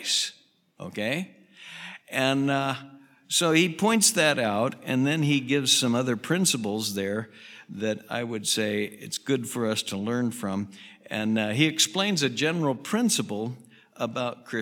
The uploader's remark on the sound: Southwest Bible Church in Beaverton Oregon.